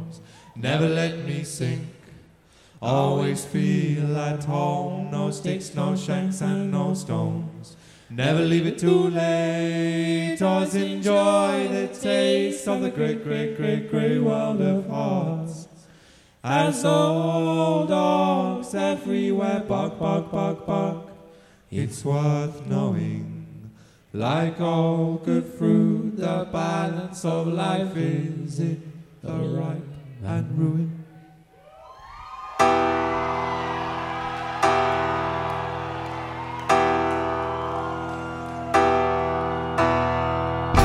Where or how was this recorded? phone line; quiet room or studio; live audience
live audience